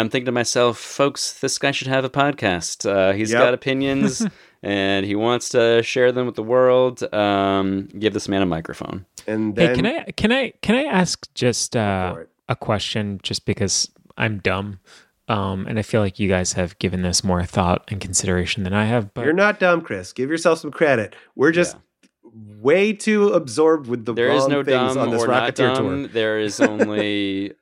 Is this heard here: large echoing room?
no